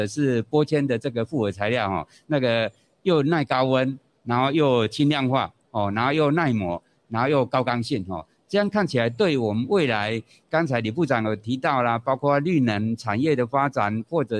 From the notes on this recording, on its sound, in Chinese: 本集節目於2022年「台北國際塑橡膠工業展（TaipeiPLAS）」展期間錄製，TaipeiPLAS 2022與「台北國際製鞋機械展（ShoeTech Taipei）」9月27日至10月1日於南港展覽館1館同期舉行。